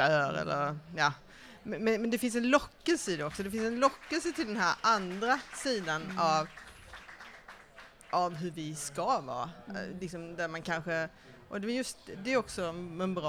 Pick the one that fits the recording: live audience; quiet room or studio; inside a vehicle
live audience